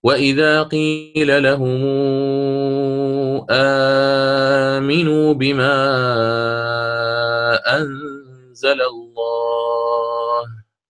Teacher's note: مد بدل فيه القصر ثم التوسط ثم الإشباع